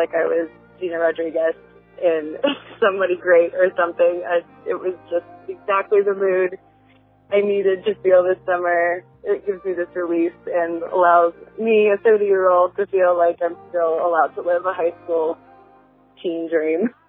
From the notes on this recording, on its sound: Call-in Special. We asked you, our listeners, and got some downright awesome suggestions in return.